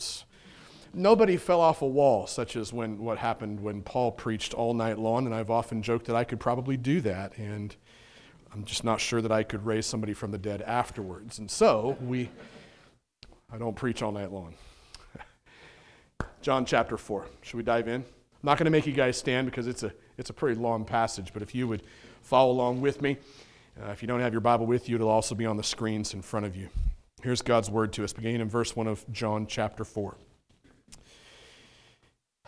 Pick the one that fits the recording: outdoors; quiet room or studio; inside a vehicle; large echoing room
large echoing room